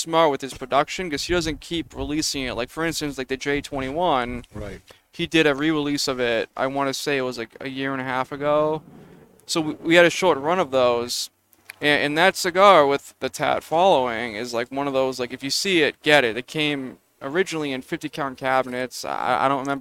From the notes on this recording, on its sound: As we air live from the deck of the 7-20-4 Lounge! Recorded live at the 7-20-4 Lounge in Londonderry, NH.